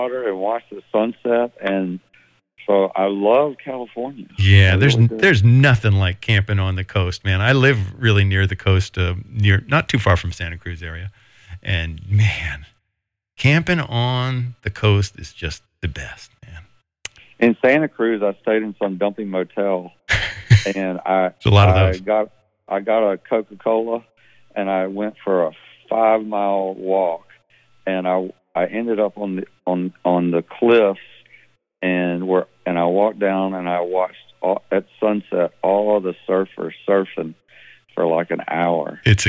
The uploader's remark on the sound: Sits in on a recent interview from Neighborhood Night. Chats on the phone.